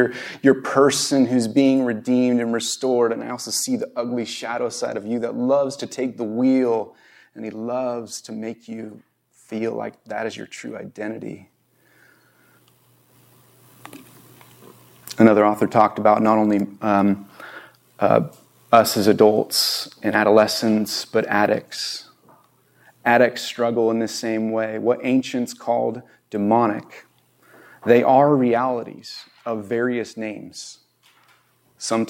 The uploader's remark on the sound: This Video was recorded on September 18, 2022 at Bethel Church in Ridgefield, Wa.